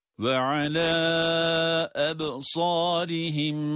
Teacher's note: meddi munfasıl kuralını görüyoruz yine. O da 4 elif miktarı kadar uzatılacak.